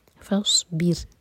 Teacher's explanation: صاد heavy اور را ساکن باریک